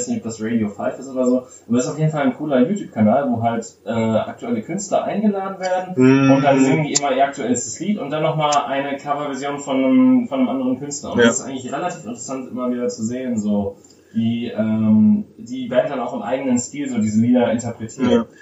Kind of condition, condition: fault, poor sound quality